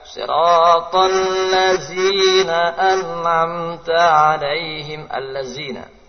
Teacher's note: Mengganti dal dengan za